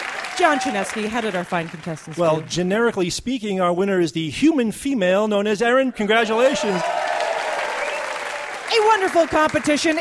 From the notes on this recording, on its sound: Live from the 2013 World Science Festival.